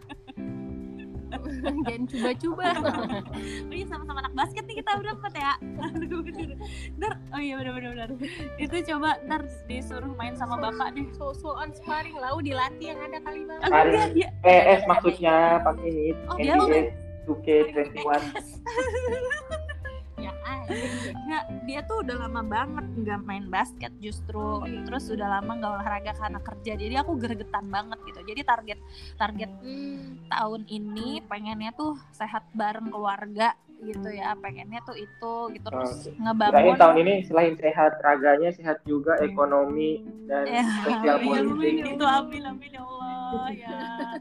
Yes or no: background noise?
yes